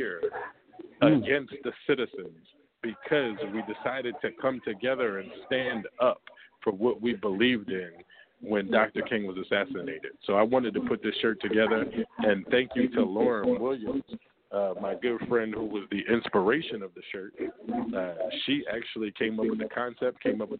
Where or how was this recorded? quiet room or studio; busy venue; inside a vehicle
busy venue